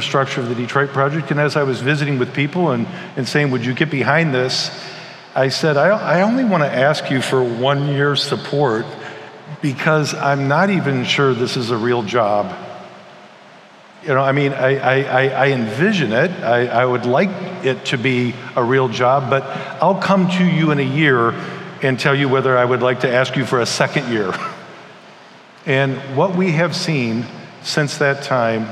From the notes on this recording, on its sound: keynote and breakout sessions from our annual conference at Redeemer Presbyterian Church in Detroit, MI.